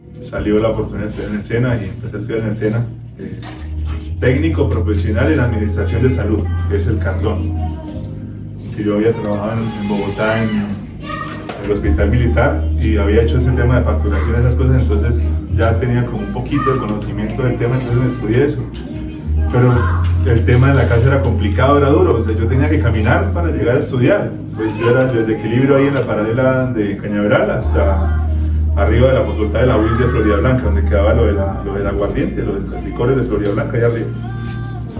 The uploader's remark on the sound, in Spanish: Este mensaje fue grabado desde la mesa de los santos en nuestro tercer retiro del año.